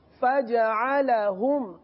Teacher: بس خیال یہ رکھیے کہ ہم چونکہ یہاں پر پیش ہے ہونٹ گول ہوں گے